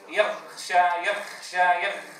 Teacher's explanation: أيضا إبدالها خاء فيجعل الغين مهموسة